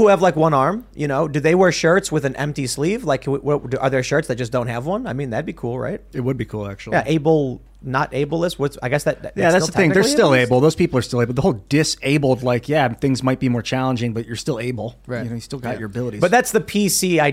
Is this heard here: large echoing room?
no